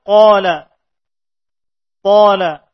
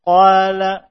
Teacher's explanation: Seperti misalnya qaf, huruf tebal. Qaf ini datang sebelum alif, maka alif mengikuti huruf tersebut tebalnya. · Shown in: first take · Qala, tidak dibaca alif dalam keadaan tipis.